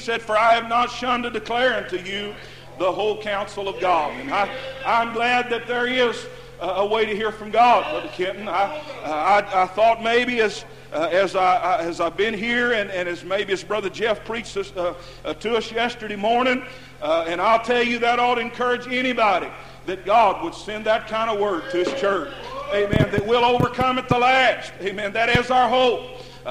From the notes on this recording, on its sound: Preaching at Muldrow Holiness campmeeting Muldrow Ok. Broadcast on Echoes of Holiness Radio.